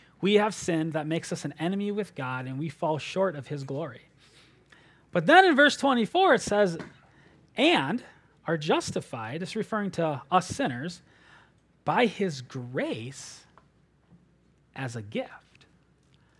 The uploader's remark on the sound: at Springbrook Church in Antigo, WI.